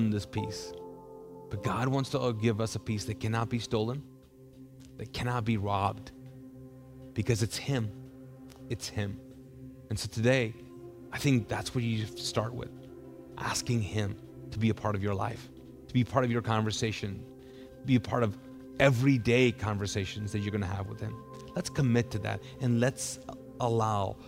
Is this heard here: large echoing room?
yes